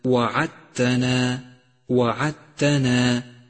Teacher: الدال الرمادية في كلمة وعدتنا وعدتنا، فهي لا تلفظ لأنها مدغمة بما بعدها